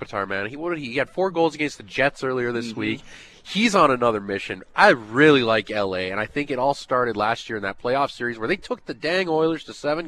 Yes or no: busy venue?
yes